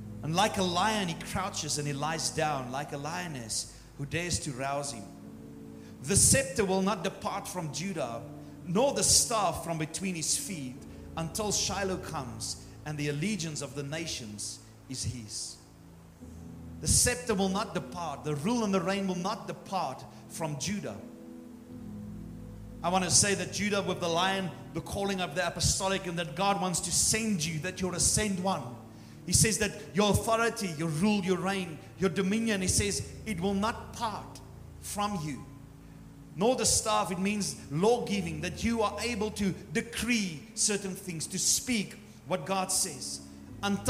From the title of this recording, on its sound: Morning service 28 January 2024